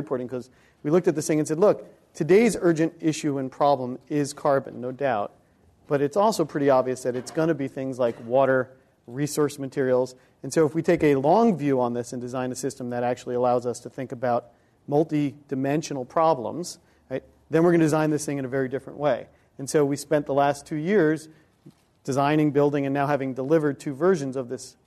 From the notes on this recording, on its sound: This program was recorded in front of a live audience at the Commonwealth Club of California, San Francisco on March 11th, 2011